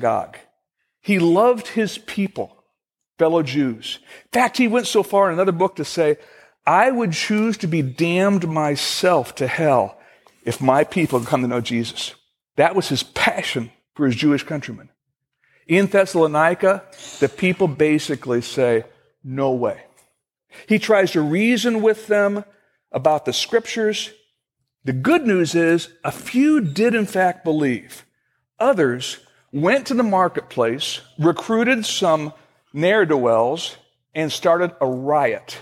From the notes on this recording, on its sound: Originally recorded on May 10, 2015, at Fellowship Missionary Church in Fort Wayne, IN.